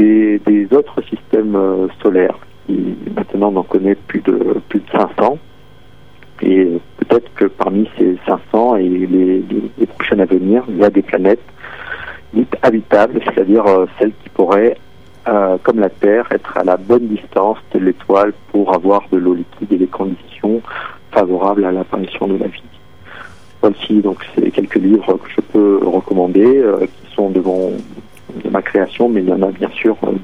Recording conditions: phone line